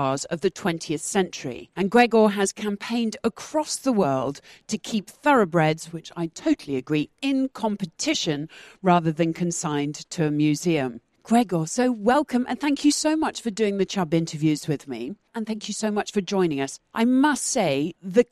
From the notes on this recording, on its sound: Recorded at the Concours of Elegance at Hampton Court Palace